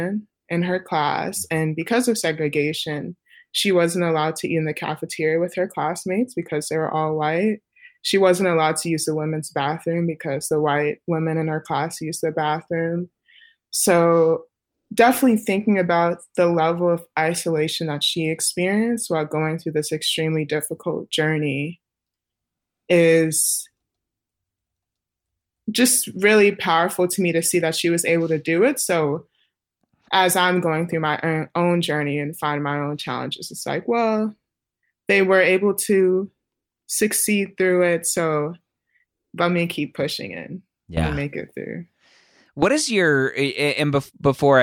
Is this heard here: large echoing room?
no